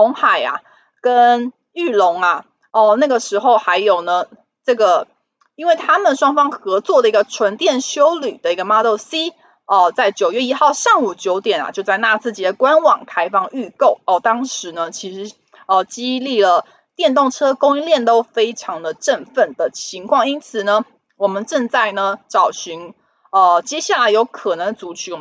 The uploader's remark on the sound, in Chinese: 本集有些許雜音，已亟力避免，如有察覺請多多包涵